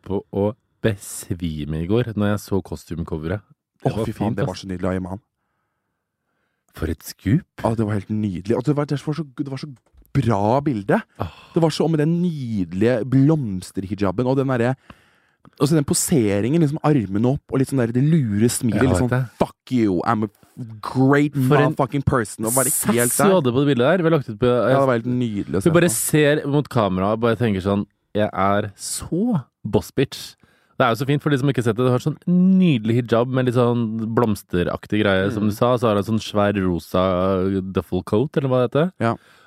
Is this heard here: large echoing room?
no